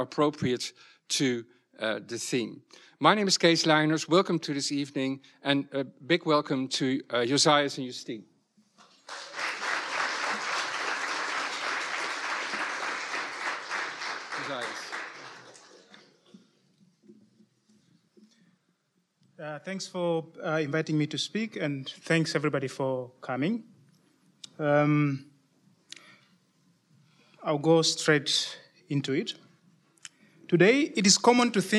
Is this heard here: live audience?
yes